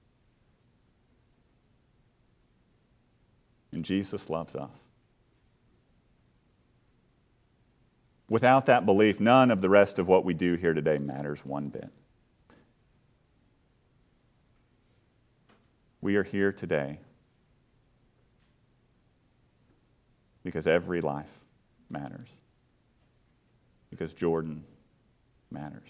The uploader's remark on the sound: A funeral preached at the burial eucharist